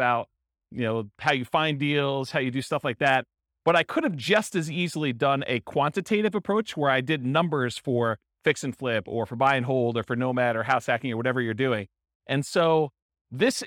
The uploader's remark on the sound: Real estate investors and real estate entrepreneurs in Hampton, Virginia. This was a live class recorded to give investors a solid qualitative overview of all the different real estate investing strategies.